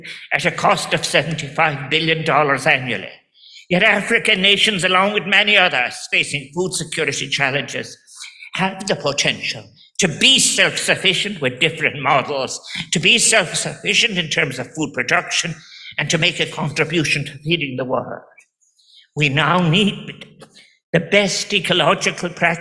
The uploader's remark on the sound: The World Food Forum, Rome. Delivered a speech at the World Food Forum grand opening ceremony.